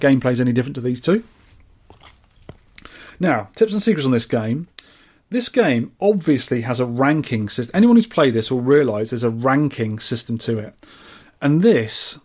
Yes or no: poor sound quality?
no